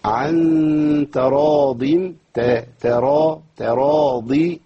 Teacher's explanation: طراض ما تنفعش، عن تراض، ترى، تراضي، والضاد مكسورة ضعيفة ليست بقوة الضاد المفتوحة